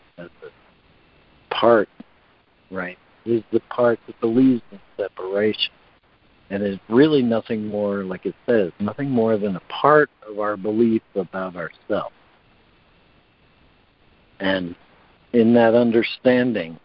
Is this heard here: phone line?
yes